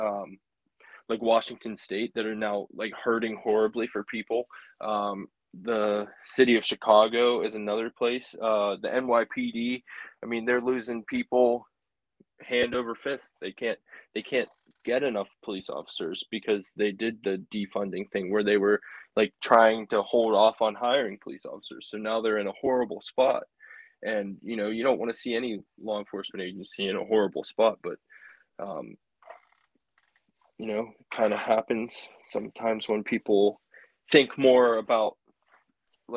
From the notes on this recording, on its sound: Interview via phone call